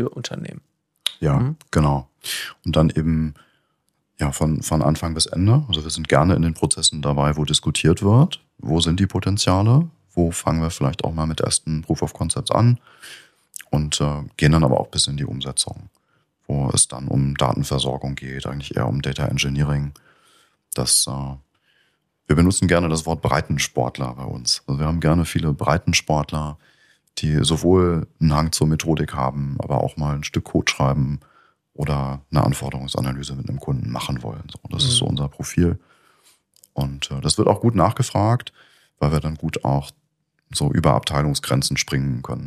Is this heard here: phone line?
no